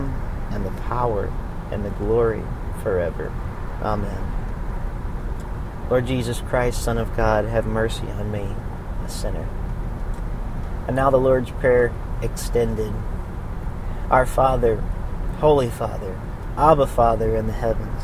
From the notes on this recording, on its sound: recorded on the road